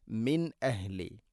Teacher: സാക്കിന നൂനു ശേഷം ഹംസ ഇദ്ഹാർ ചെയ്യണം, വെളിവാക്കി ഉച്ചരിക്കണം